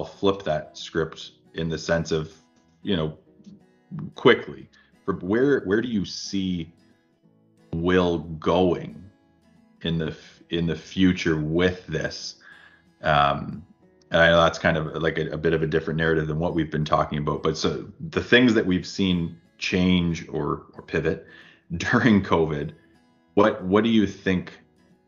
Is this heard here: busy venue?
no